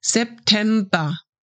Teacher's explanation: we drop the R at the end and pronounce it just like A